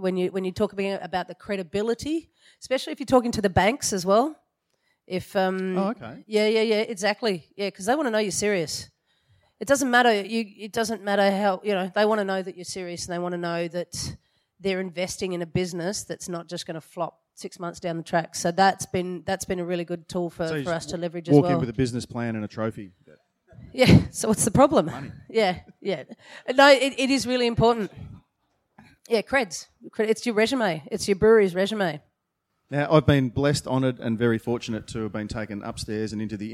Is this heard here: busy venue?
yes